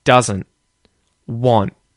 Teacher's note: And in terms of the T at the ends of the words doesn't and want, because there's an N there before the T, I do the same thing where I don't pronounce the T. I leave it unreleased.